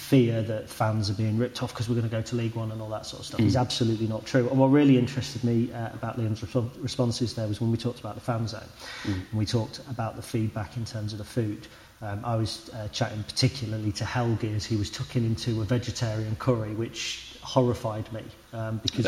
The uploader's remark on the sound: LIVE from the EPC. We were privileged enough to be invited to the Elite Performance Centre.